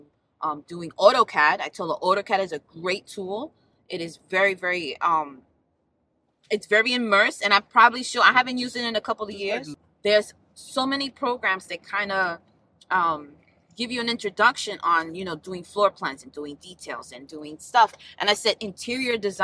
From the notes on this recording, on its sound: Where we have conversations about random topics while driving our children to school.